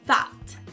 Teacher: Você pode jogar o T, o som do T no final.